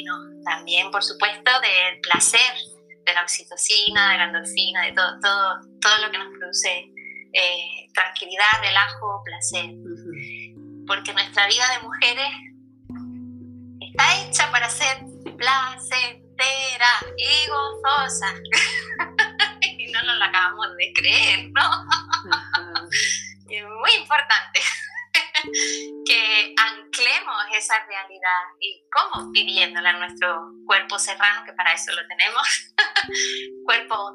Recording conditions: video call